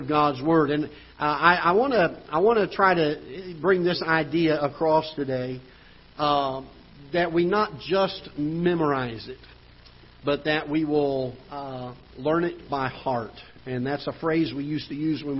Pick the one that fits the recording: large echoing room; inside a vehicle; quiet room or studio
large echoing room